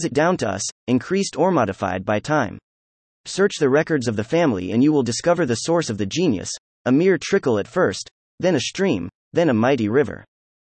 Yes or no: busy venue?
no